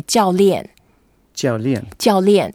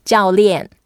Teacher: both are fourth tone, so we both go down, and then we have to make some effort and sound like very energetic and very happy.